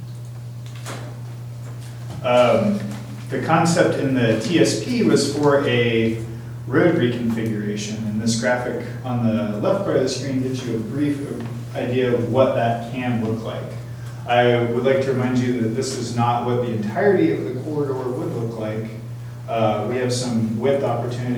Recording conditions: busy venue